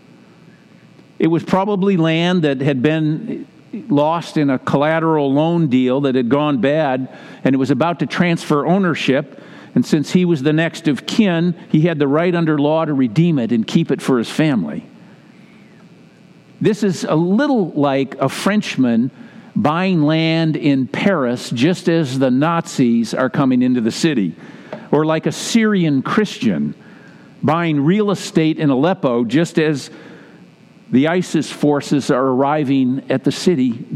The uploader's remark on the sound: Message delivered during the Classic Service.